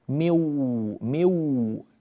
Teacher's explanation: وانتقلنا من الميم إلى الواو مباشرة · لأن بعدها واو، ثم أدغمنا الواو الأولى في الواو الثانية فصار النطق بواو واحدة مشددة · Term: الإدغام